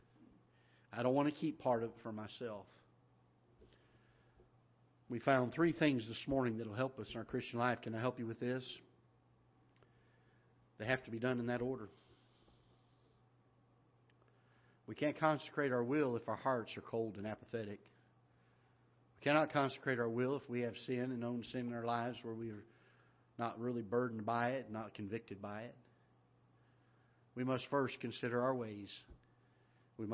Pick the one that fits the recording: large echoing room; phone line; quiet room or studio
large echoing room